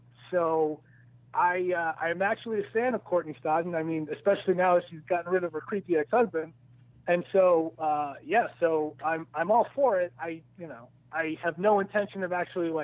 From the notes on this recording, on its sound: joined on the phone